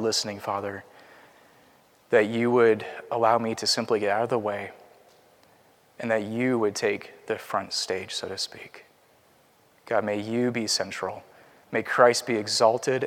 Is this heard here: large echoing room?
yes